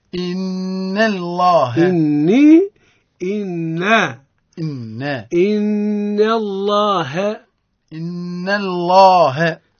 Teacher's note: إن لابد أن نرقق النون ونفخم لفظ الجلال